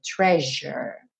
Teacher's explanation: E treasure, esse S com som de J.